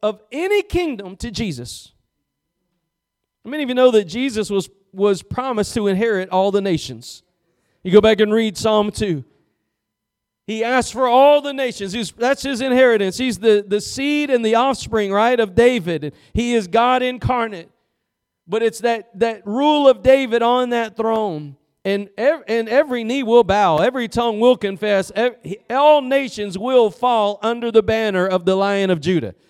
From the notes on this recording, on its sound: Preached at Gospel Lighthouse in Bossier City, La.